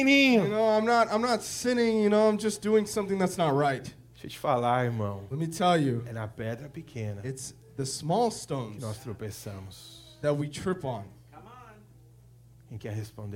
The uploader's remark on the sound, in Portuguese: Ministração gravada na igreja Videira Seattle